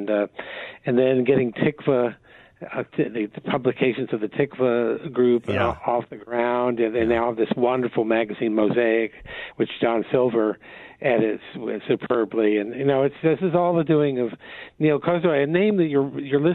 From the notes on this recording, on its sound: by phone for the full radio hour